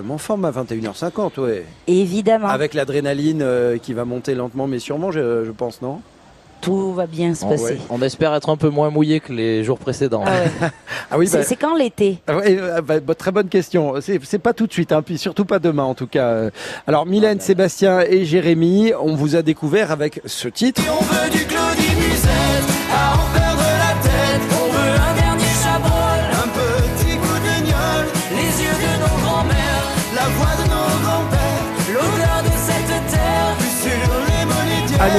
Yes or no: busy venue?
yes